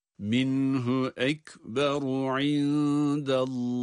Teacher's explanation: Minhu de cezimli nun kendinden sonra ha harfinin gelmesi sebebiyle ishar ile okunur. Yani minhu nun açıktan telaffuz edilmeli.